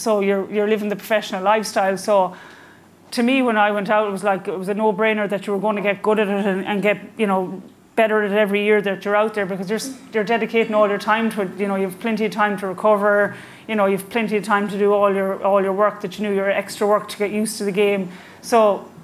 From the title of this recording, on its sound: live in Galway